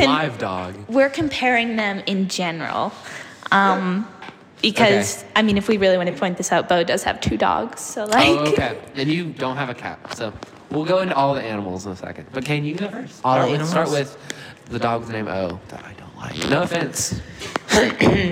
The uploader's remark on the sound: We'd also like to apologize for the echo! Since this is a starting podcast, the sound quality isn't the best!